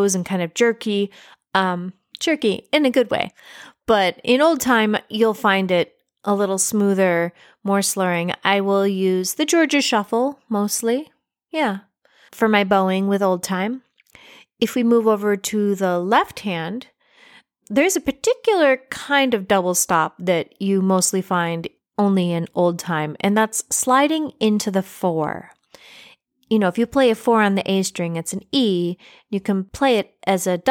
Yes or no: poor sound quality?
no